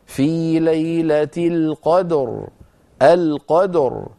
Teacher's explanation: طب عند الوقف بالروم ببعض الكسرة، إن وقفت عليه بالروم وعامله مع عملة الوصل، فأقول في ليلة القدر القدر، فآتي براء صوتها ضعيف ومرققة، بخلاف ما لو وقفت عليها بالسكون فتصير الراء ساكنة وقبلها ساكن وقبله مفتوح، إذن مفخمة